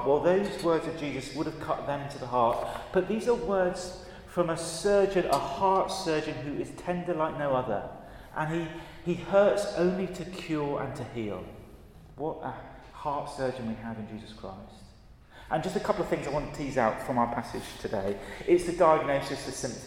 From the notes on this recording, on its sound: at a Christians in Parliament Chapel St Mary's Undercroft on 21st November 2023